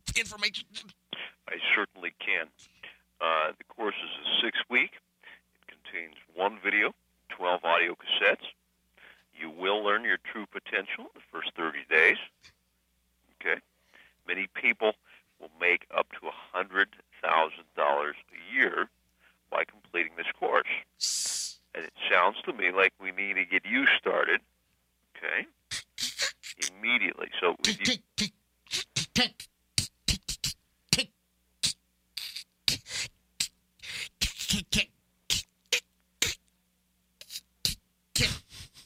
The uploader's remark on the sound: RBCP's Personal Prank Phone Calls Collection